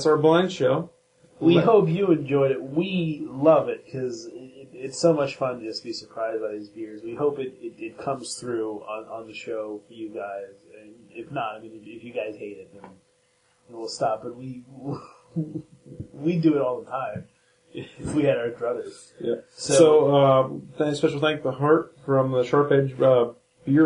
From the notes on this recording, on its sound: This show was a lot of fun to record, but we were hit up by the Evil future robots and the quality of the audio is not so good.